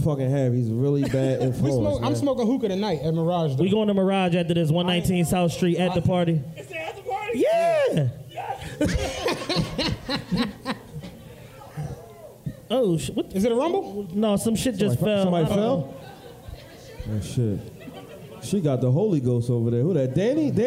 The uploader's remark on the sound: A LIVE SHOW!!